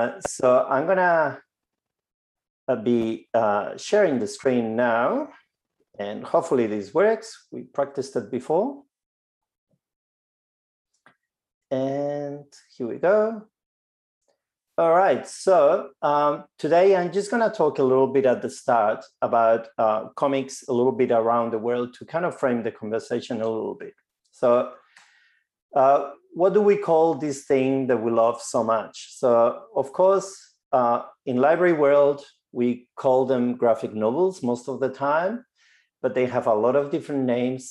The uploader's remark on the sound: Our first live ALIA Graphic webinar. Will join us live from the US.